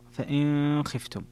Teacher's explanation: فإن خفتم فيها الإخفاء لأبي جعفر